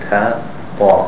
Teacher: Ta and fa, they both come from the tip of the tongue, and it's pressed above the top front teeth. Ta, fa, it doesn't come in between the teeth. · Term: tip tongue letters